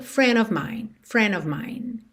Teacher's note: Of, OF, sempre com som de OV. E tudo ligadinho.